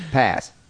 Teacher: Ebonics pronunciation includes features like the omission of the final consonant in words like past. So instead of saying past, you just say past.